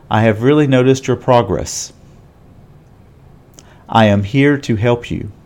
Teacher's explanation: Do you hear how my voice suddenly drops at the end? This indicates to the listener you are making a statement, a declarative sentence. · Term: falling intonation